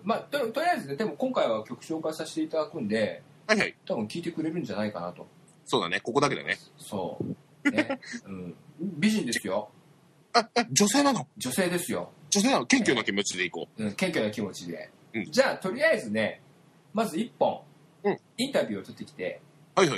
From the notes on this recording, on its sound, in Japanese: 今回は初の「スカイプ録音」！途中で「ポヒュっ」って入ってくる音は録音を聞いてるギャラリーのチャット音だったりします。